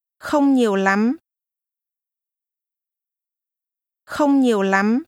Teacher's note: The tones are mid-level, không, low falling, nhiều, and high rising. Lắm. Không nhiều lắm.